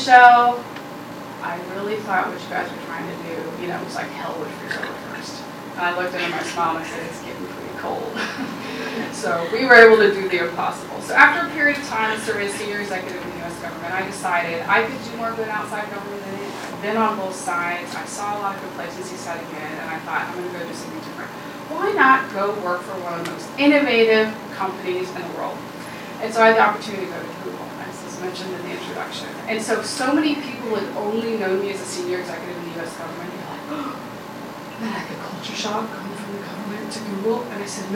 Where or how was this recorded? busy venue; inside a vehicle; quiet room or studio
busy venue